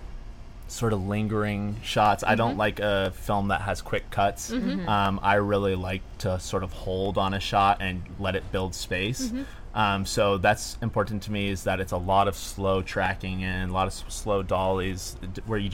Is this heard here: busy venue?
yes